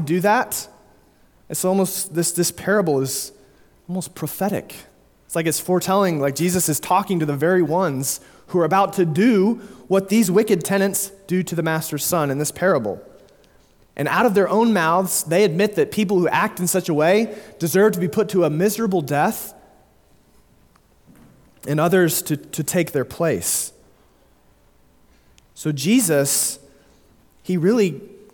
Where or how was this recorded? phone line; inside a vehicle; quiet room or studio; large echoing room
large echoing room